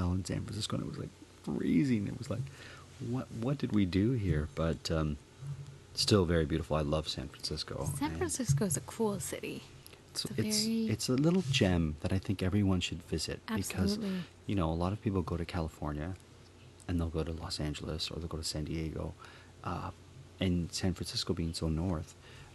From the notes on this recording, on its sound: We take a walk to the local corner store